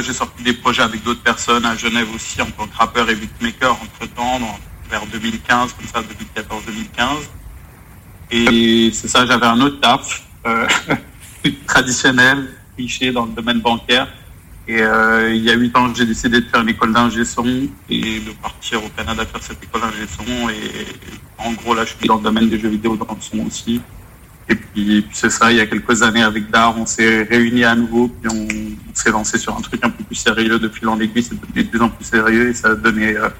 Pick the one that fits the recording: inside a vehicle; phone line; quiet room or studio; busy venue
phone line